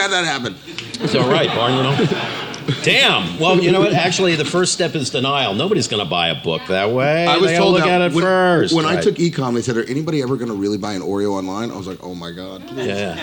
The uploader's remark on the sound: A Fireside Chat At SXSW